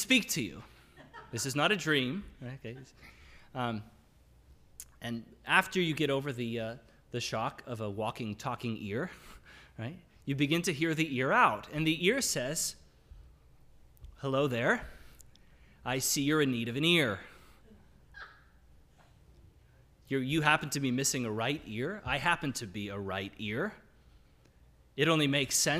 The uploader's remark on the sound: This is the audio from the entire service